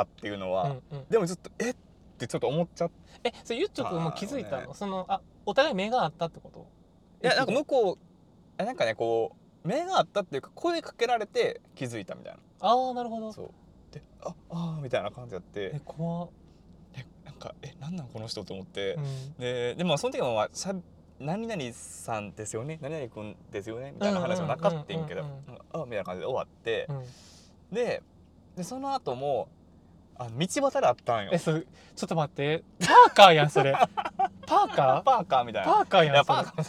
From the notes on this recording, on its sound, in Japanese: 今回はドライブしながら収録しました!!車内の会話を盗み聞きする感覚で聴いてみてください。